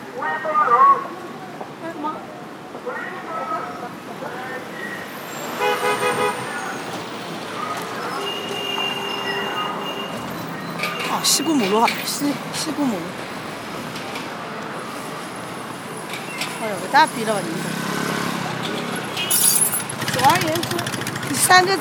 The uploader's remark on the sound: Walking around the area.